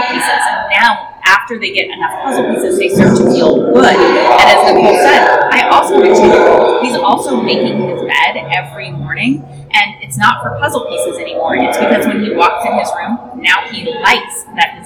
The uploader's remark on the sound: This podcast was recorded live at #fincon22, and the sound quality is less than perfect.